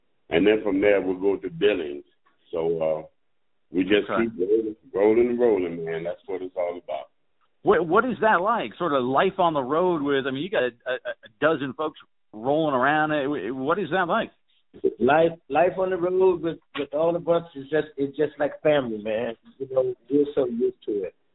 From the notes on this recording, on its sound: We open with a phone conversation